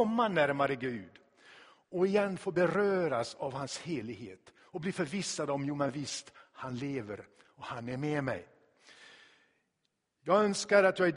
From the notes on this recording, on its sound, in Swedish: Inspelad i Tabernaklet i Göteborg 2016-04-03.